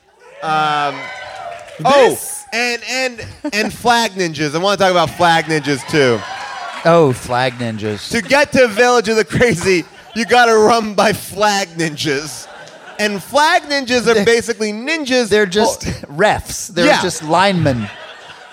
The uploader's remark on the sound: Recorded live at Largo in Los Angeles.